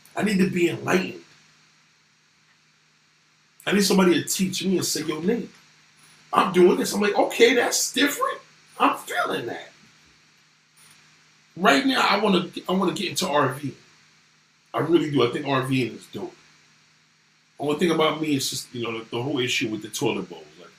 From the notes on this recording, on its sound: SORRY FOR THE BAD AUDIO